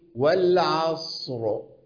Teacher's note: العين محركة بفتح والصاد ساكنة سكونا أصليا والراء ساكنة للوقف